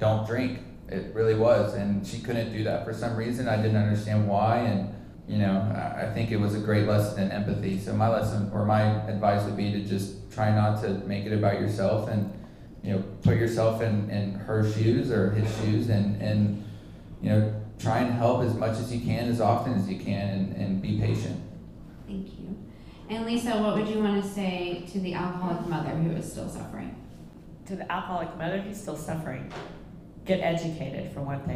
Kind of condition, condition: setting, busy venue